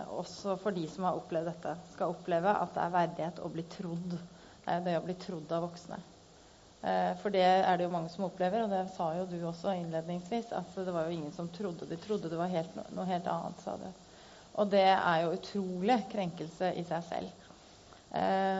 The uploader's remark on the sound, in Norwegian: Det blir talkshow med gjester og publikum fra Kick Scene i Kristiansand.